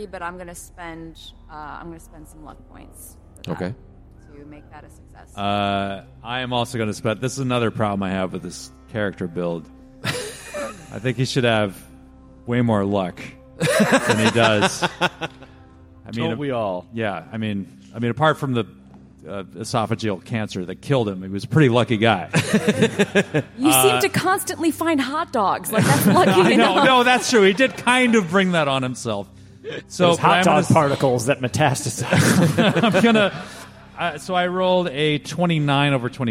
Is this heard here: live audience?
yes